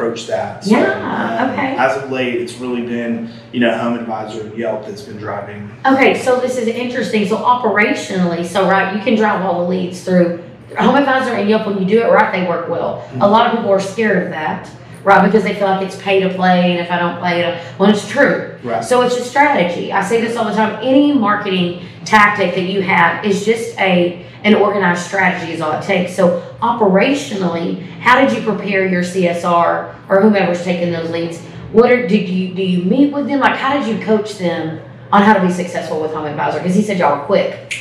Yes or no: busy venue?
yes